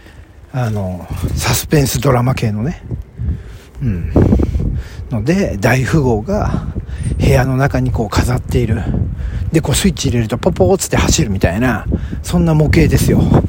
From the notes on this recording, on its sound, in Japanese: ロケトーク（石神井公園辺り）。東京都練馬区でロケトークです。スマホのエラーメッセージに意識が持っていかれている状態の収録です。